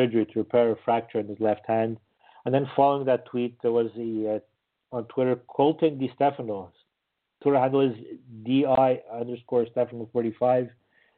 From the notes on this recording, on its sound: we take your phone calls